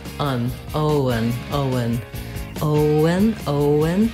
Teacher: the letters E-N say the schwa sound, and the N, un, Owen, Owen, Owen, Owen.